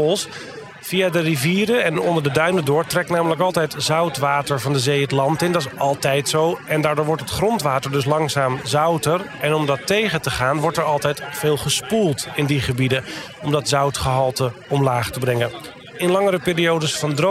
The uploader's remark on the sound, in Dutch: Deze podcast is opgenomen tijdens het Deltacongres 2019 in Goes